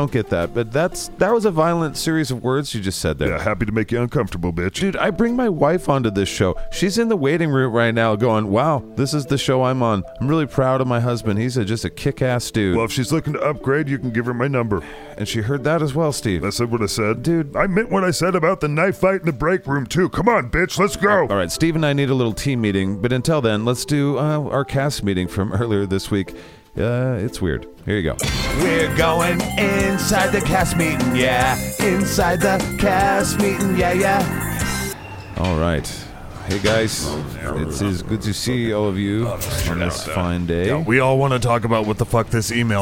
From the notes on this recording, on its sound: they call